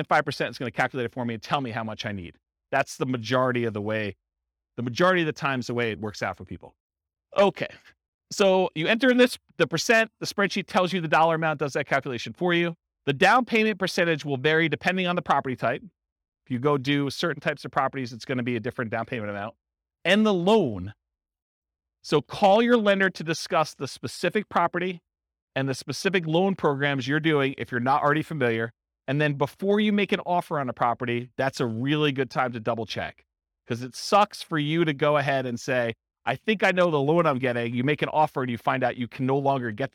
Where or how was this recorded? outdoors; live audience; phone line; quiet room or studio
live audience